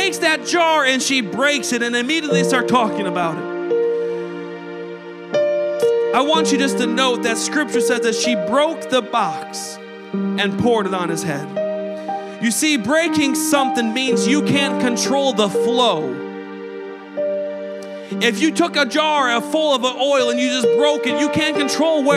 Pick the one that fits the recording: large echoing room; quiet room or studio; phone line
large echoing room